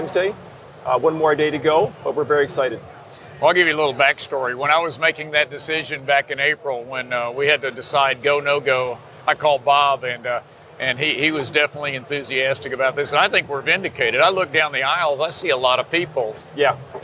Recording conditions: busy venue